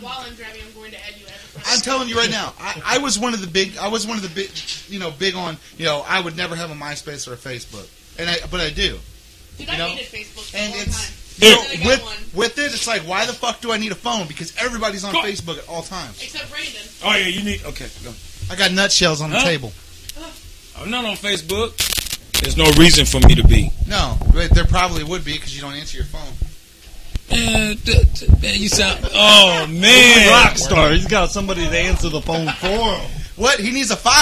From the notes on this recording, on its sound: audio is a little uneven due to people not talking directly into their mics